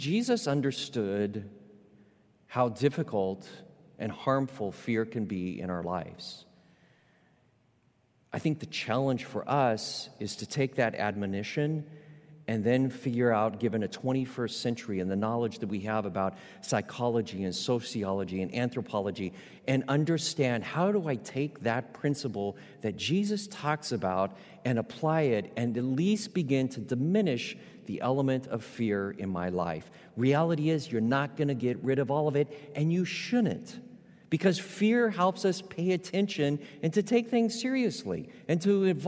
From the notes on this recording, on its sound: Recorded live at Beatitudes Church in Phoenix, AZ.